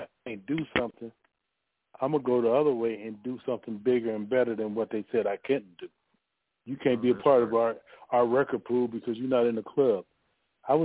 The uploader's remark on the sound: NerveDJs Bi-Weekly Conference Call